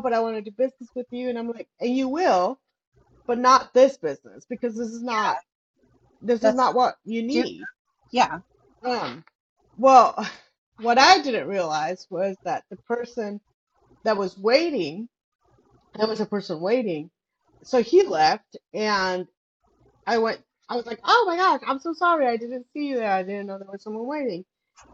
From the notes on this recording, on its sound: we had (yet another) round of technical difficulties this week so if the quality is kind of bad, deal with it.